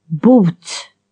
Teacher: Long O with extreme lip rounding.